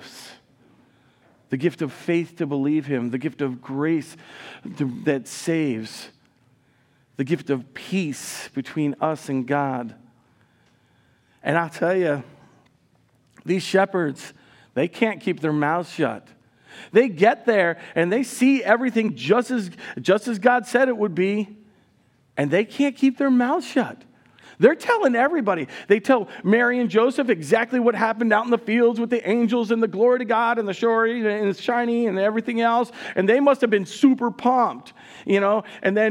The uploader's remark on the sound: Recorded live at Word of Life Church in Le Sueur, Minnesota, on August 6, 2023.